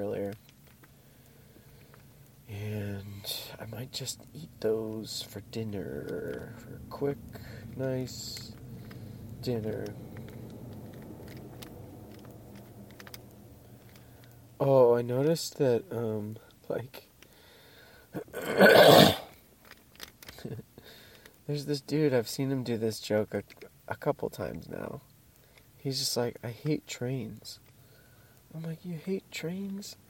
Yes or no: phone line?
no